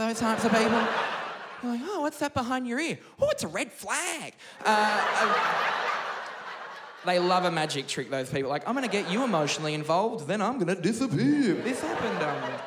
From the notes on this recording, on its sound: Live at Athenaeum